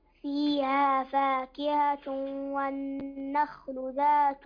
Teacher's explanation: تنوين وبعده الواو، والواو من حروف الإدغام بغنة